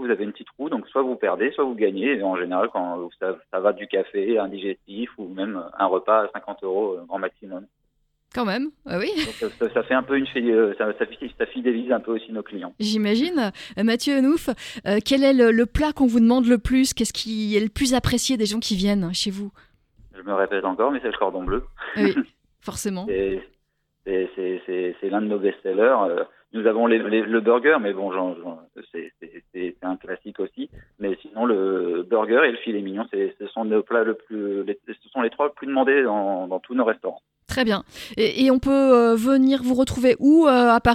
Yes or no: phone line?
yes